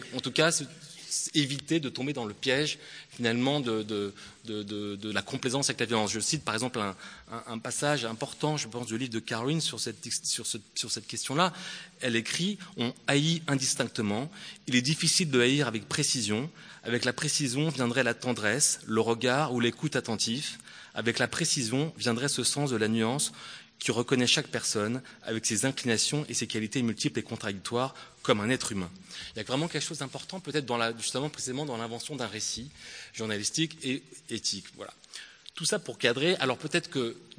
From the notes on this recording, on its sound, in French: au Théâtre de Mâcon